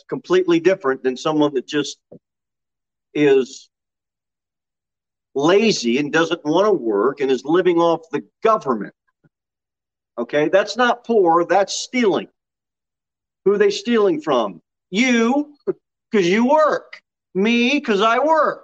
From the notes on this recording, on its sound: Sermon delivered at Pilgrim Baptist Church on Thursday, May 19, 2022 at 6 pm. Jere Whitson Rd.